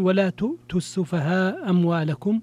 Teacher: المسقطة هي الهمزة الأولى، فذهب هنالك ذهب المد المتصل · Term: الإسقاط